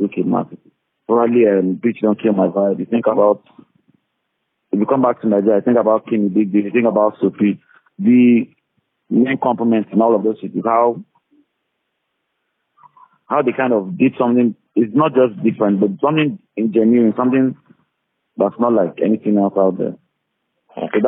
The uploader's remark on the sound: over the phone